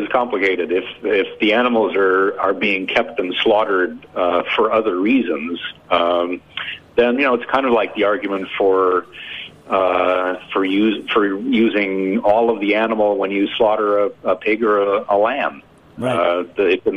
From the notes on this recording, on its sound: joined via telephone